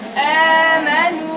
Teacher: الهمزه يا بنات ما بيخرجش معاها هوا، بيخرجش معاها نفس. كانك بتشفط الهوا جوه.